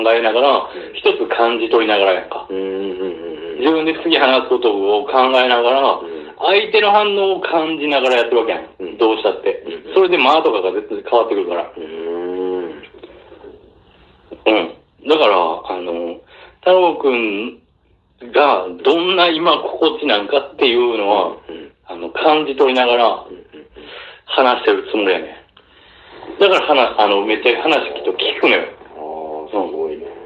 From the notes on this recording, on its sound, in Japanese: 音質最悪な僕たちは。笑い声あり。地獄の音質で、聴きにくくて本当に申し訳ございませんっ！